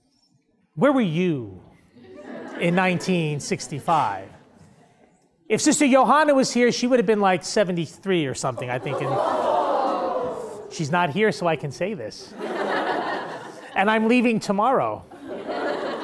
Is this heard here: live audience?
yes